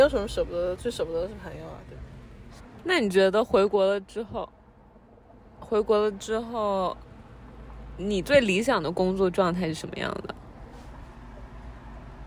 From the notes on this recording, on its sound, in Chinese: 开车去机场|Driving While Talking。应该是在异国他乡最后一次录Driving While Talking。